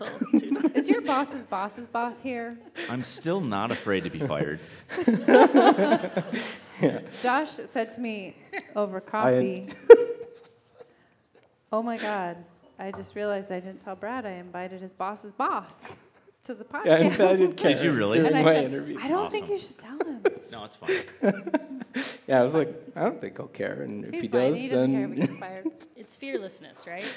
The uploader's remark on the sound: This was a live episode recorded on June 28, 2016 at Republic Seven Corners